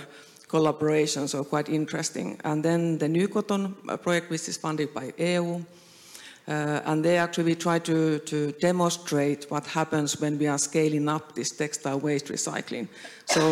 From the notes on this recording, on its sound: We revisit a talk from the Helsinki edition held in May of this year. In this live panel talk.